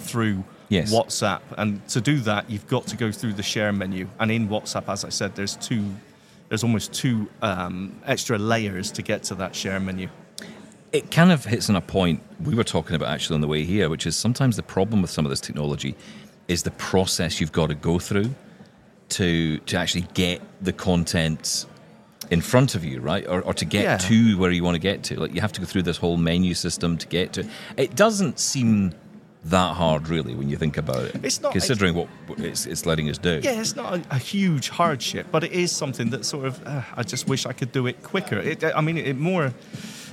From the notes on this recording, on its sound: live from Vienna at the Zero Project Conference